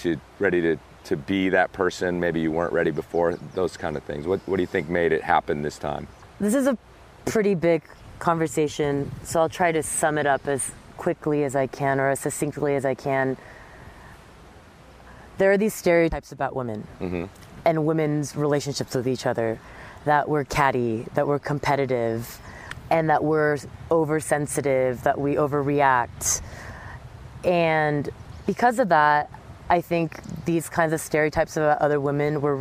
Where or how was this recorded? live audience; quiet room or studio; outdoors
outdoors